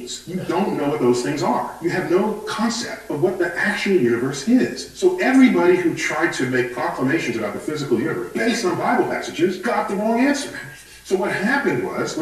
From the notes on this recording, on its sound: It was preached in the evening service.